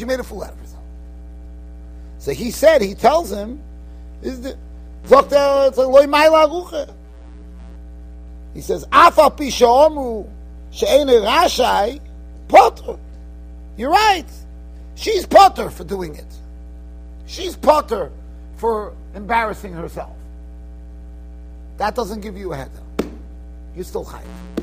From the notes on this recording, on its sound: Shiur recorded in Yeshivas Ohr Reuven, Monsey, NY.